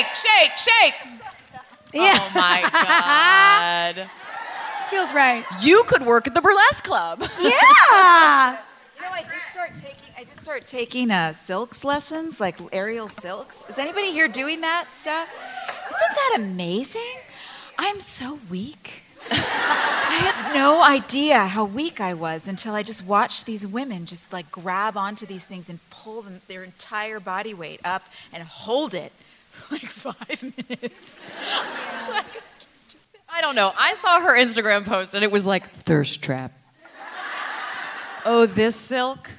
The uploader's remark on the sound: LIVE IN NYC